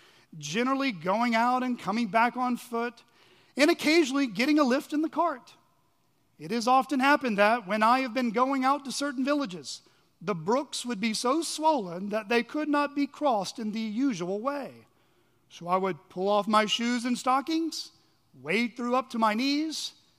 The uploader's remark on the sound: at Chaffee Crossing Baptist Church in Barling, AR.